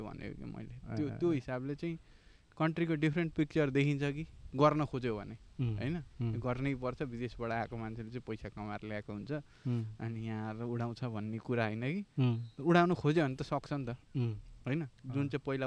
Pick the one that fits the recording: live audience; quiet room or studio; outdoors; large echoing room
outdoors